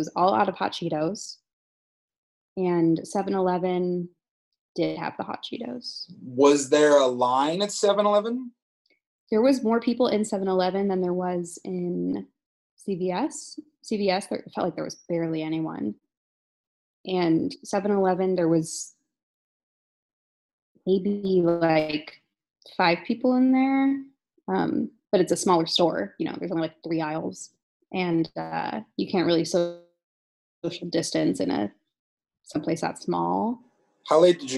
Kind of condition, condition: link, video call